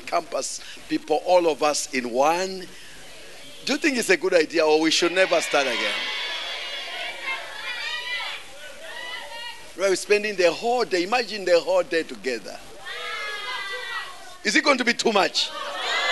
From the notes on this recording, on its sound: Preached at the Great Escape Sunday at Ignite The Gathering.